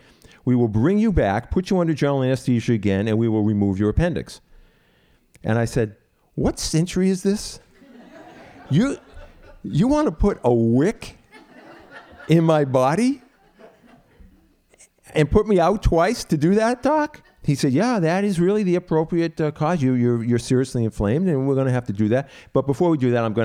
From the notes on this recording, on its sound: Recorded live in Truro, Massachusetts at Payomet Center for the Performing Arts on August 25, 2014.